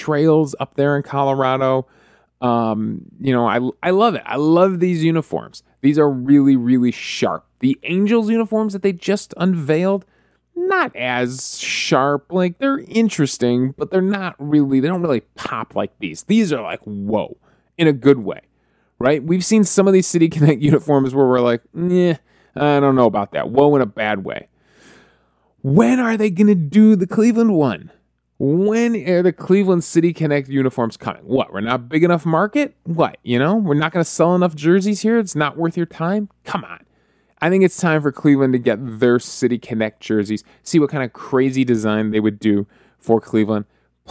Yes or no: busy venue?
no